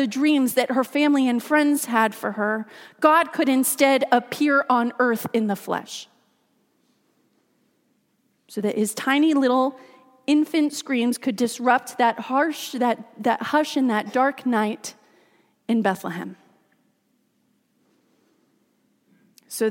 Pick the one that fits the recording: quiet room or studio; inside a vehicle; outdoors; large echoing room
large echoing room